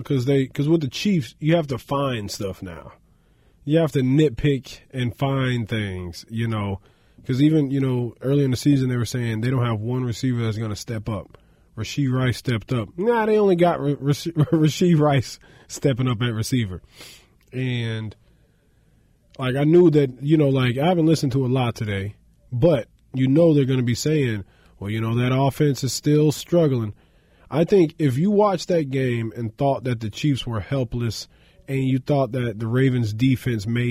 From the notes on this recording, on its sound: joins over the phone